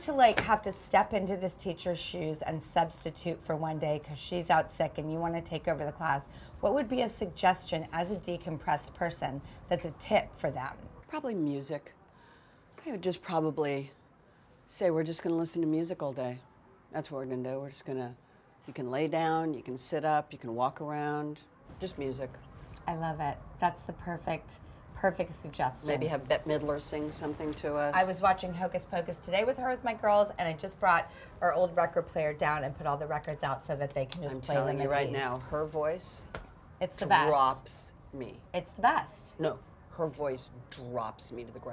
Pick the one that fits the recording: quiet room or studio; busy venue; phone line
busy venue